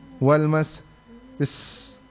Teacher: Huruf-huruf sin itu jangan hilang, dia punya sifat sofirnya ya.